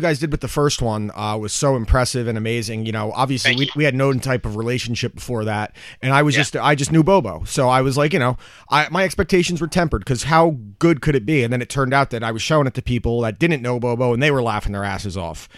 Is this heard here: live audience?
no